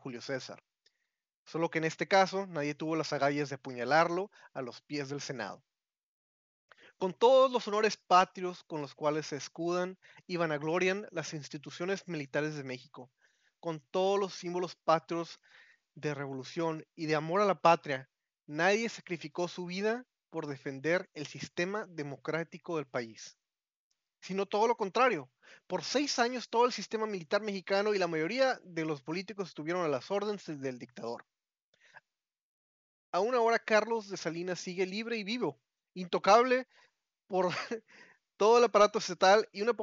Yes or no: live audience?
no